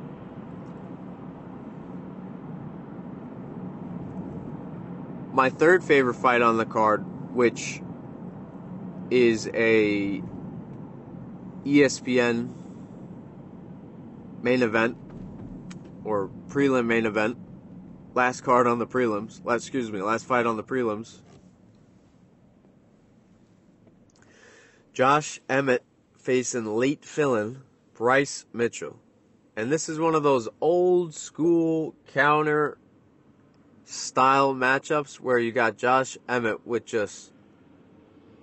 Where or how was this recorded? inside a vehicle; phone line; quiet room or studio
inside a vehicle